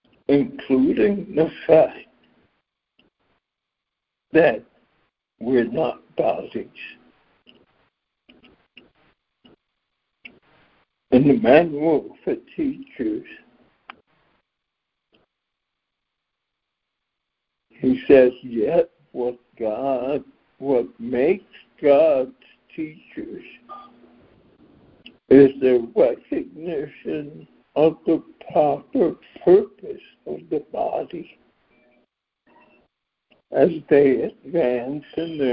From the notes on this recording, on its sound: ACIM Daily Conference Call